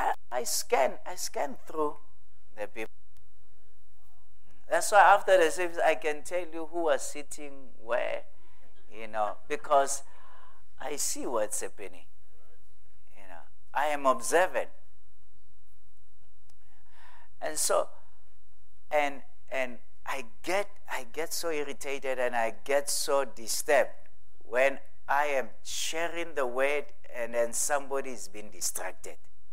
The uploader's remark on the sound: at God's Tabernacle Christian Family Church's evening service on the 30th of April 2023